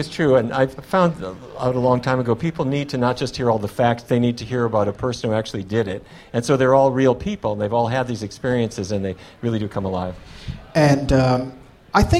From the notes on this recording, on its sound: Live in front of a sold out crowd in Washington, DC.